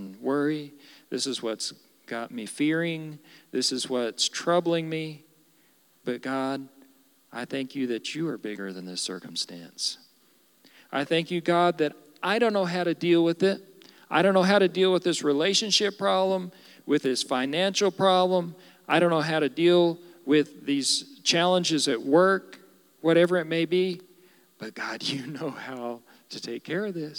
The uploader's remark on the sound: Recorded live during our Wednesday night service